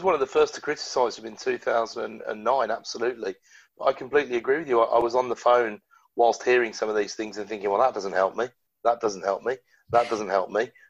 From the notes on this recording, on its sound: This was the first of what I imagine will be many virtual discussions so I hope the audio is ok.